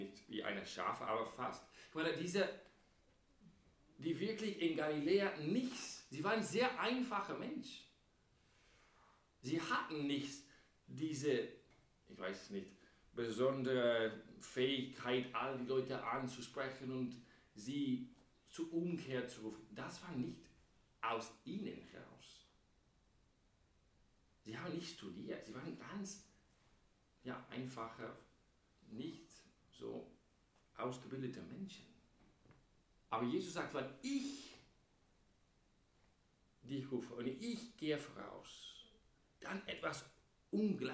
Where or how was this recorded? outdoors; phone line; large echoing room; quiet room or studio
large echoing room